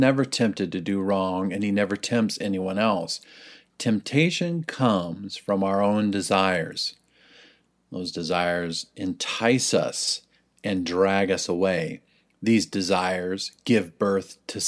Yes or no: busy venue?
no